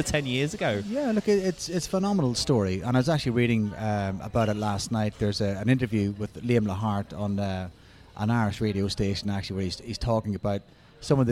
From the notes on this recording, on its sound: The episode was recorded at Beau Kitchen & Cellar.